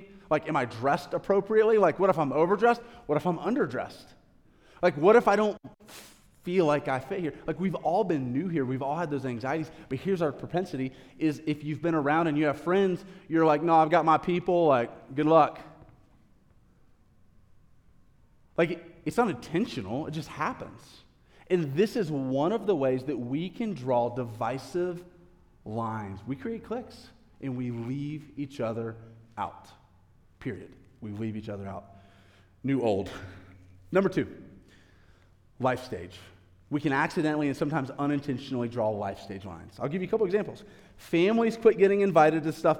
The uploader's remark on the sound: a live recorded sermon from the Sunday gathering at The Heights Church Denver on 09/24/23